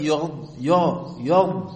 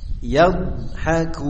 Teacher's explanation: Yanya jadi dibaca tebal. Tapi ya, yanya tipis, botnya tebal. · Shown in: second take